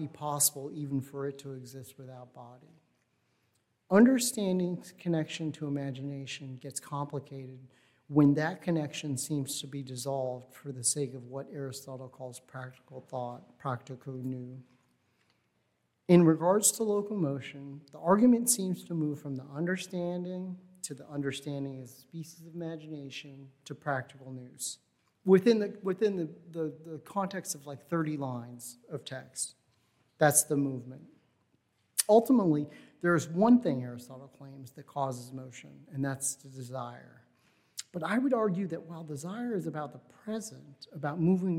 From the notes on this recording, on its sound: Recording of the National Endowment for the Humanities lecture delivered on April 22, 2022. As part of the Formal Lecture Series.